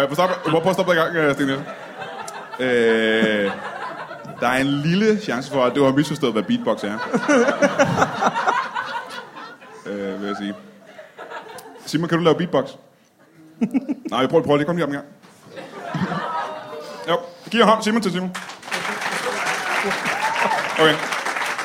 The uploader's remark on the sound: Odense Spoken Word Festival Special LIVE